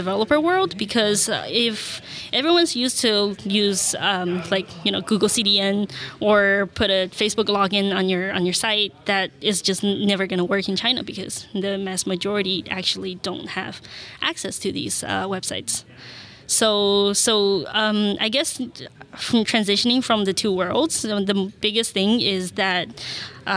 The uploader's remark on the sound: recorded at Node Interactive 2016